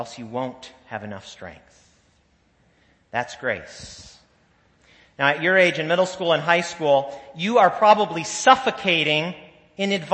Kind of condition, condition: setting, large echoing room